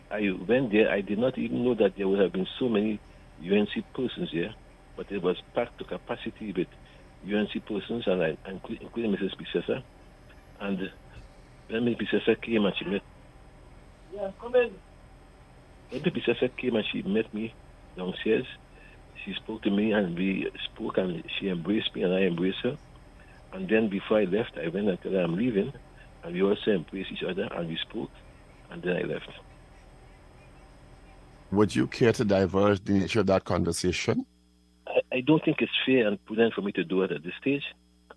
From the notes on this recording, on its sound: During this hour we take calls from our audience